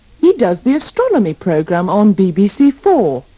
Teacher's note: Remember to put the stress on the first O of astronomy and astronomer.